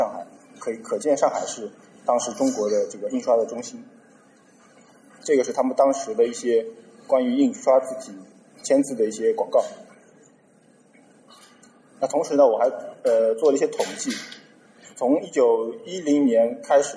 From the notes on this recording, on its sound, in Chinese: TypePro 2016: Shanghai 于 9 月 3 日在同济大学举办。现场录音。TypePro 2016 由 Monotype 主办。